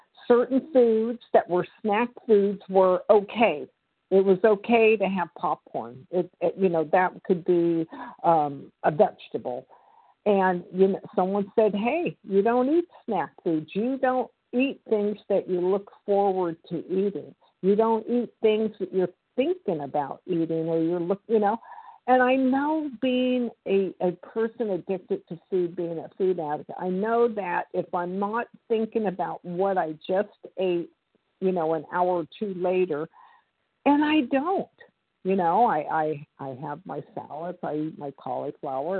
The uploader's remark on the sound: the 100 Pounders Phone Meeting